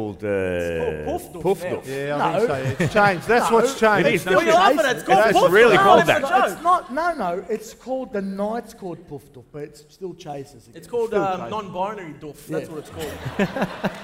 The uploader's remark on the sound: Live From Crown Casino